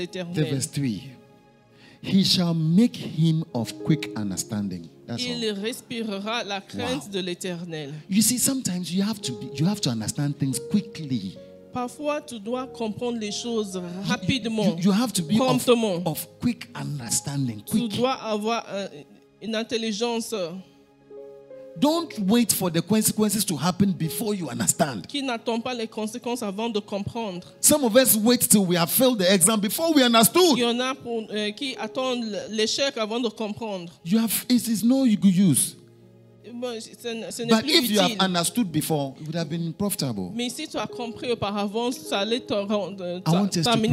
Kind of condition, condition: setting, large echoing room